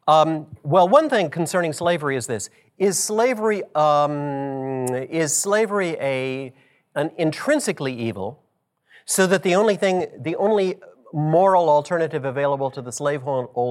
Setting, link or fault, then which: setting, live audience